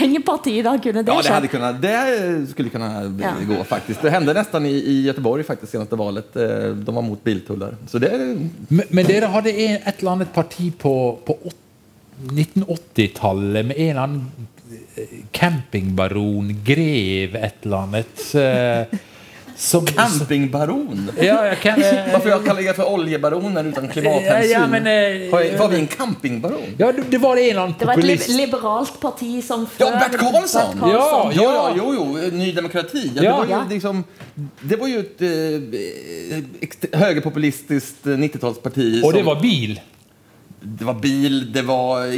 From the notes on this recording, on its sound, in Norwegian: 21:00-22:00 Sted: Holmen bar, KÅKÅnomics 2019. I oljebyen Stavanger.